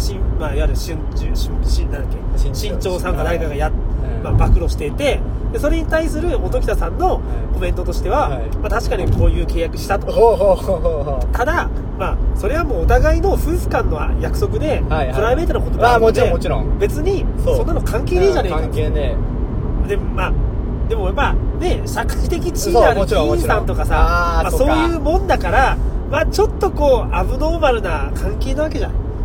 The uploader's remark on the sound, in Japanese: 営業中の車の中で